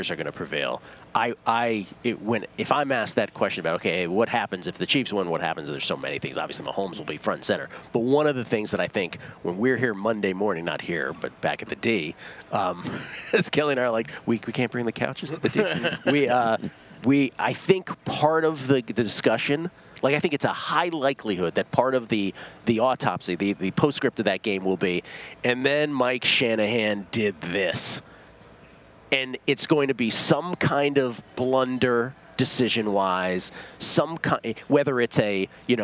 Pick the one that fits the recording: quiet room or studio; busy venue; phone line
busy venue